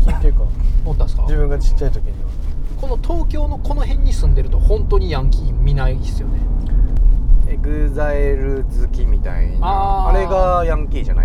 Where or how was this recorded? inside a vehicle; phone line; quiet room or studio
inside a vehicle